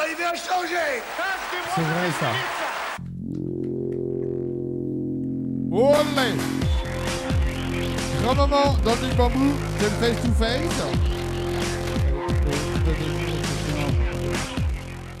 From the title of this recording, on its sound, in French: Emission Live "Citizen Bar"